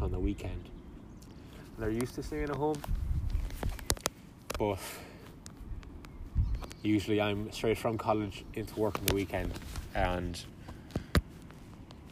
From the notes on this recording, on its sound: I decided to record this podcast down by the river next to the park.